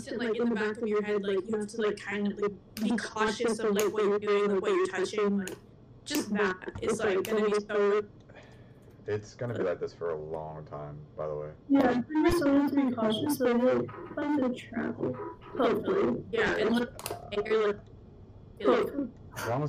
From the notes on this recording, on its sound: We apologize for the inconvenience of the episodes sound quality